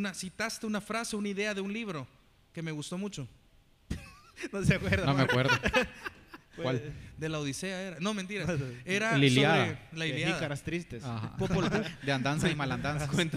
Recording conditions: live audience